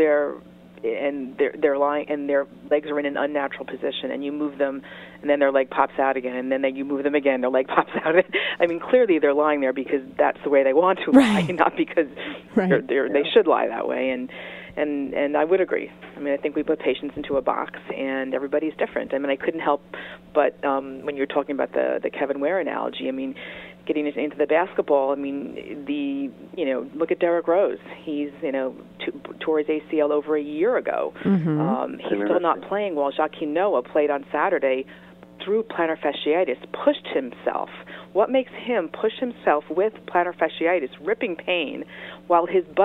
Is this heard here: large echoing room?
no